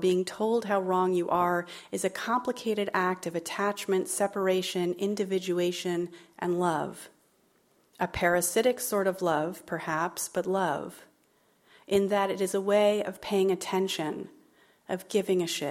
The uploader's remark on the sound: As part of the Seattle Arts & Lectures Poetry Series. At McCaw Hall.